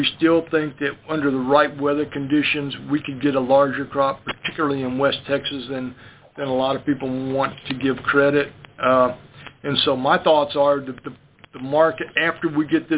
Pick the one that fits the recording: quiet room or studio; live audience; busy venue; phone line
phone line